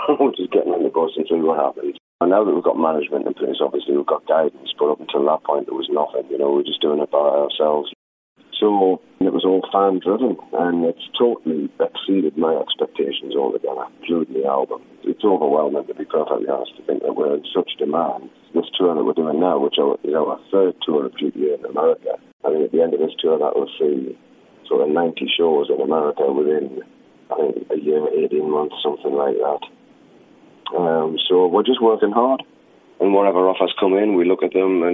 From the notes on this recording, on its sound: This interview was recorded by phone